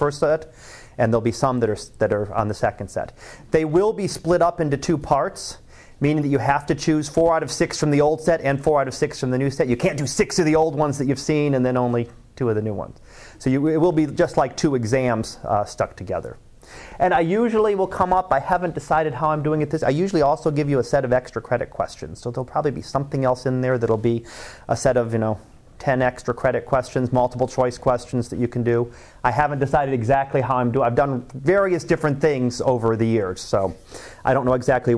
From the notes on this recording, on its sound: Live Class Lecture.